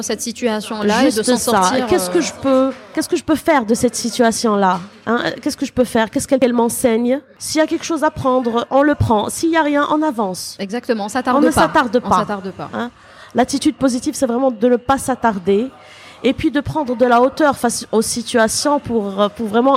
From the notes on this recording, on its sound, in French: Une question pratique nous a amenées à faire l'interview dans un café, nos propos sont donc par moment ponctués de quelques bruits de vaisselles et éclats de voix bien méditerranéens... Le silence ne se fait que pendant la sieste !